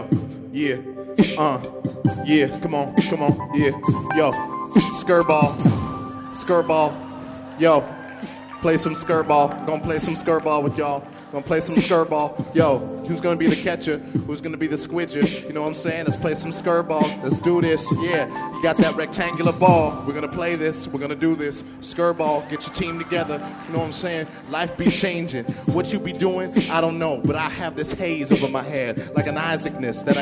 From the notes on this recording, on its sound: Their performances were recorded live at our Curious Sounds concert earlier this month in NYC.